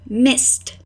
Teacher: Agora a forma no passado, missed. Nota como a gente não escuta o ed no final